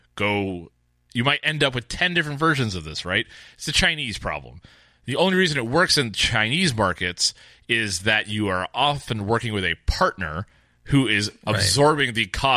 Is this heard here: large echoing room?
no